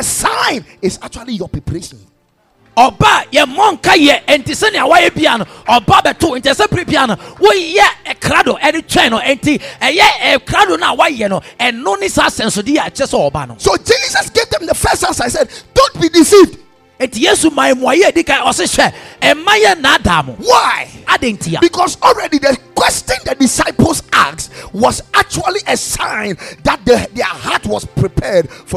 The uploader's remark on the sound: Preached at Ekklesia Chapel